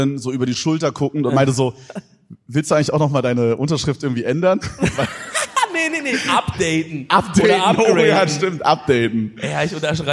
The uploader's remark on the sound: EDELTALK LIVE. Köln 2023.